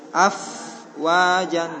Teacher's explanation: Karena fa dia rokhawah